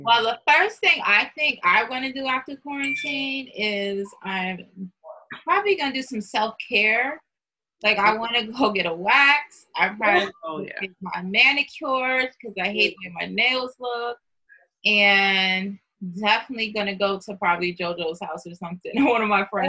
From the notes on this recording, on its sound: The girls connect via zoom